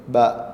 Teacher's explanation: ഈ അക്ഷരത്തെ ഫത്ഹിലോ കസ്റിലോ ദമ്മിലോ ഉച്ചരിക്കുകയാണെങ്കിൽ, അതായത് ഹറക്കത്തിൽ ഉച്ചരിക്കുകയാണെങ്കിൽ, ബാഇൻ്റെ മഹ്റജിൽ ഈ രണ്ട് ചുണ്ടുകൾ തമ്മിൽ ചേർന്ന് അകന്നതിൻ്റെ ശേഷവും ശബ്ദം ചലിക്കുന്നുണ്ട് ബ.